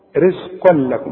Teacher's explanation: اهي اذا عند الوقت تقول ايه رزقا انما اسمع لما انا اوصل الكلمه دي بالكلمه اللي بعدها مش هيبقى فيها غنه · Term: ادغام كامل بدون غنة